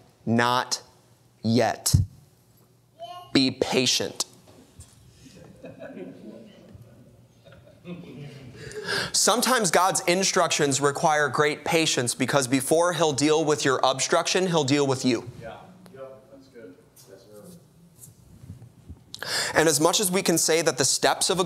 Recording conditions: large echoing room